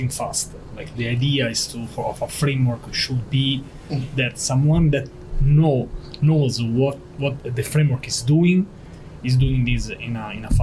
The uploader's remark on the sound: live at RenderATL